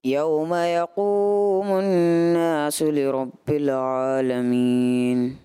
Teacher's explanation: یوم یقوم الناس نون مشدد کا غنہ تھا، اس میں کمی محسوس ہوئی. لرب بل نہیں ہوگا، یہاں پہ لام میں کلکلہ نہیں ہے.